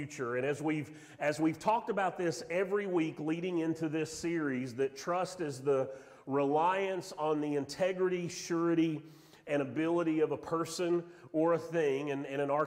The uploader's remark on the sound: Sermon audio from Mission Church in Locust, NC.